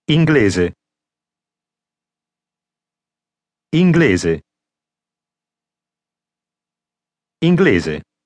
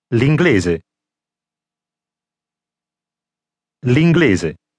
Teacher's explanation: leaving off the L sound at the beginning · Shown in: first take